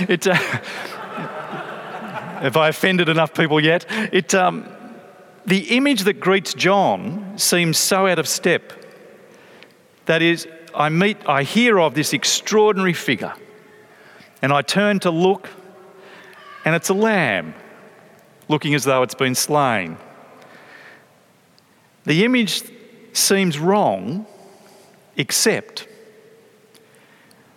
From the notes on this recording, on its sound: from a talk at 2017's Planting Collective Conference